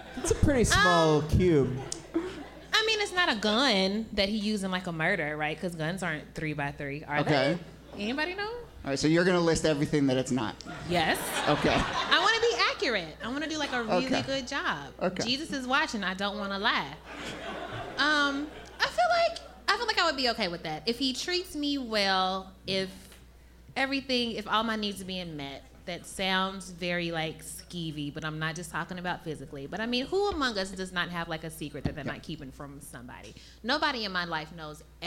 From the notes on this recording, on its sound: Ask Roulette is the conversation series in which strangers ask each other questions live on stage. This excerpt is from our recent show at Housing Works Bookstore in NYC.